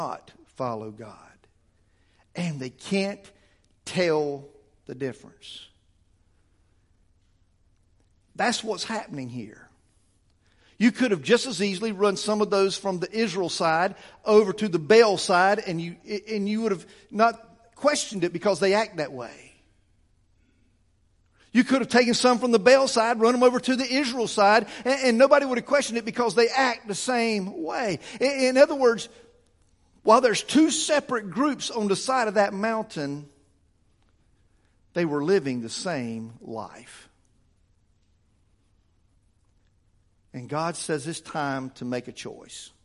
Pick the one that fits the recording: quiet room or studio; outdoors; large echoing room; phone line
large echoing room